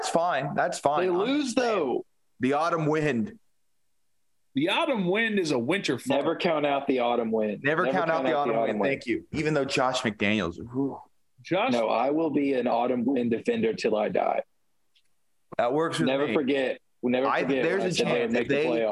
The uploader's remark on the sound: This is our first podcast via Zoom.